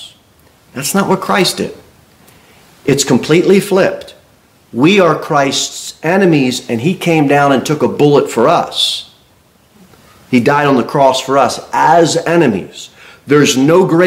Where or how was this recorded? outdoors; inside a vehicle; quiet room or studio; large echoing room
large echoing room